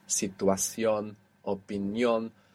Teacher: all of these ION words that all have their accent on the end